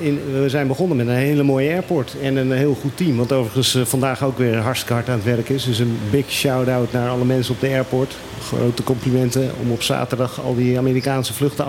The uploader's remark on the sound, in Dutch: Het actualiteitenprogramma dat elke zaterdagmiddag live vanuit club Trocadero door de Bonairiaanse radiozender Mega Hit Fm (101.1 Mhz) wordt uitgezonden. Het werd een mooie uitzending met op de achtergrond het geruis van de regenbui die half Kralendijk onderwater zette.